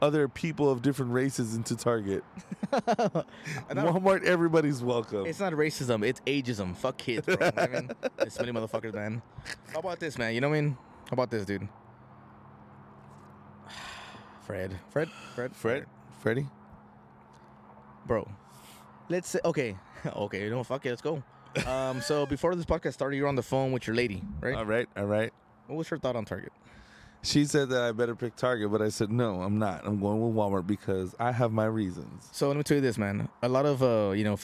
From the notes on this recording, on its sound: Live at the Landmark Arm Wrestling